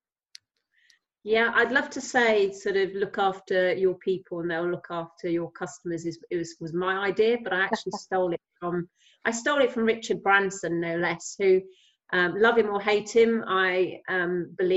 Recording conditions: video call